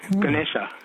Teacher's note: Even the first A is almost a schwa, Ganesha. Ganesha versus Ganesh.